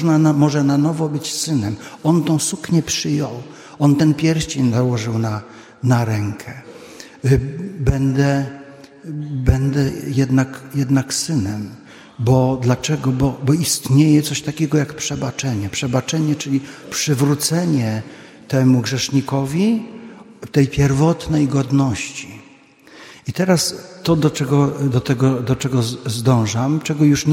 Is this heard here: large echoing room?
yes